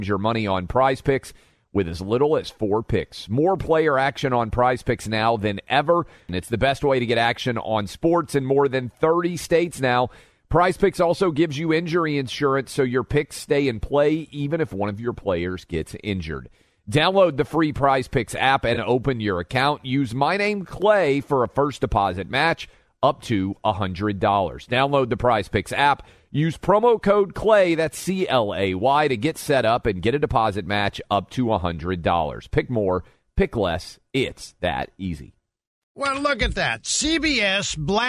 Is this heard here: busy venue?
no